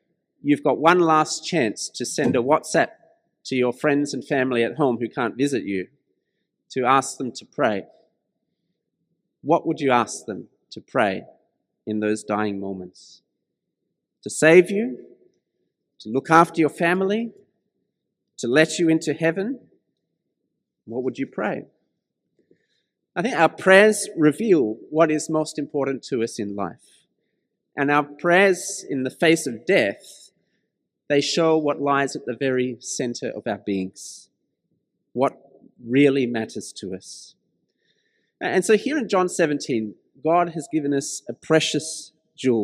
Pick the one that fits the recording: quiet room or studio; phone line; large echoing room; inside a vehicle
large echoing room